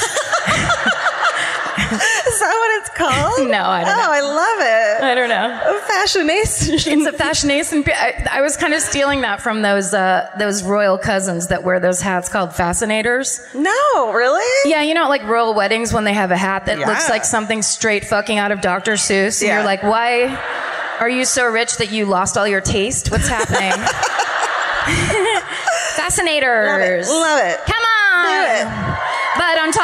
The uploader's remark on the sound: Live at the Arlene Schnitzer Concert Hall in Portland (2018)